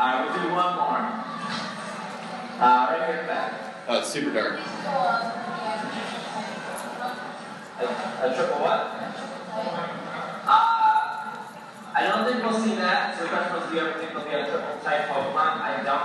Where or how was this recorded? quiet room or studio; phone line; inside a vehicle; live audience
live audience